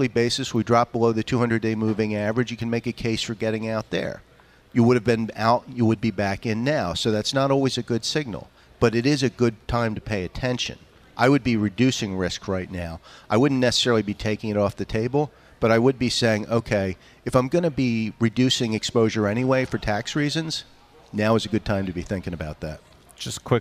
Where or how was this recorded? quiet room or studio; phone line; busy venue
busy venue